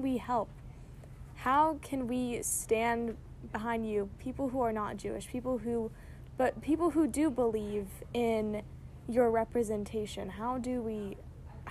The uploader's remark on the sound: From her own backyard in an in-depth (and socially distanced) conversation. Yes, there is some background noise!